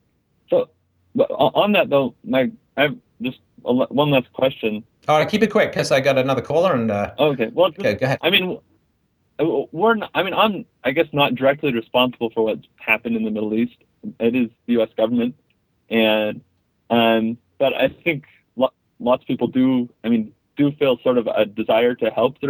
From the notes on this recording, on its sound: Call In Show